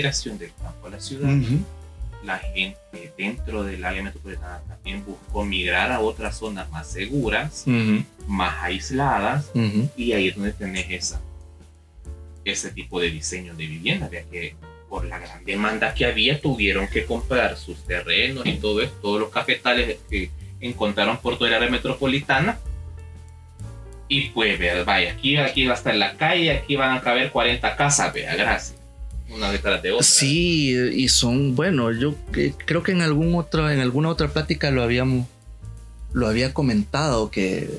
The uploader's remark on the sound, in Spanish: Logramos rescatar un audio con muchos problemas técnicos, culpa de un conector defectuoso. De antemano las disculpas si el audio no es muy bueno, hicimos lo que pudimos.